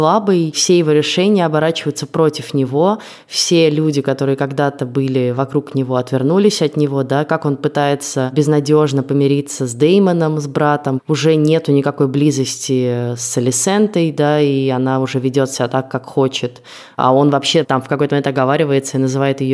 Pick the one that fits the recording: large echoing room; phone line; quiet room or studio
quiet room or studio